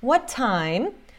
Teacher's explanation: what termina com T, né? E time começa com T, então a gente meio junta esses T's